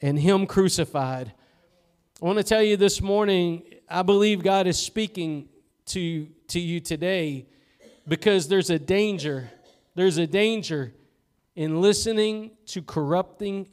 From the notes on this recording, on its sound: Preached at Gospel Lighthouse in Bossier City, La.